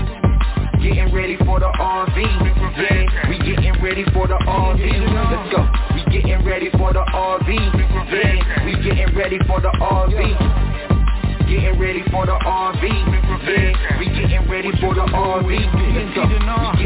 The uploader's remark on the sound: TNTSuperfantastic Conference Call